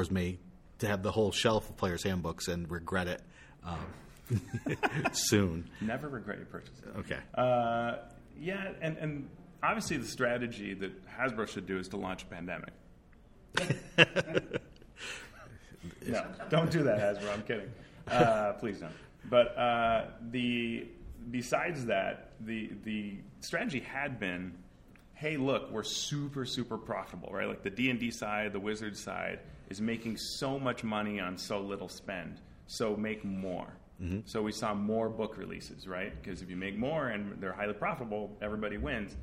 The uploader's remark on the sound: live Mastering Dungeons seminar from GameHoleCon!